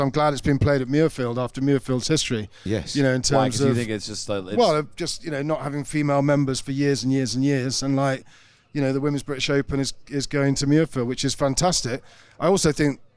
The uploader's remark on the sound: Weekend Storylines at The Open | Live From Scotland. Thank you to Sounder for hosting us at The Open!